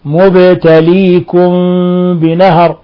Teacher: لاحظوا سكون الباء أدى إلى قلقلتها